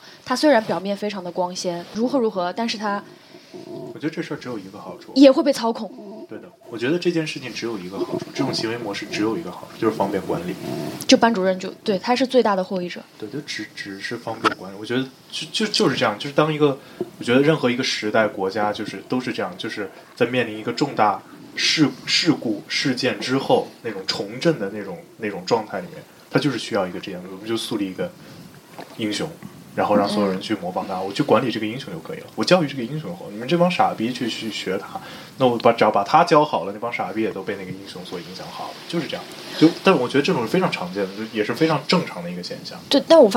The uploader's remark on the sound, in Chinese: 收音效果没有想象的好，比如呼吸声和耳麦触碰。